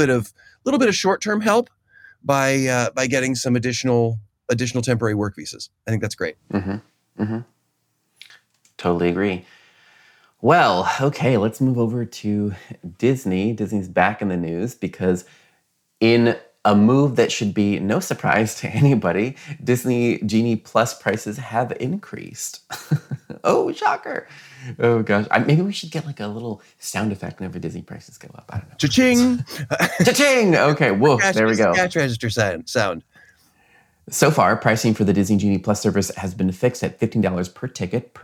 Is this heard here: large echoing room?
no